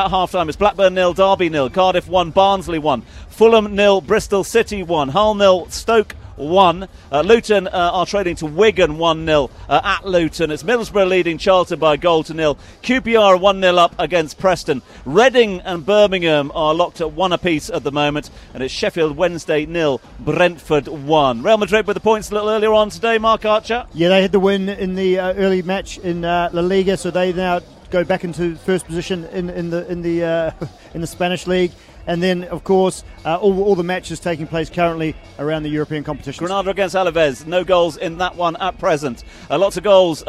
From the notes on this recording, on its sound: The Grill Live at Rugby 7s. Great crowds, a party atmosphere.